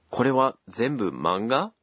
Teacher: since you've omitted ですか, which indicates a question, you have to be sure to say it with a rising intonation.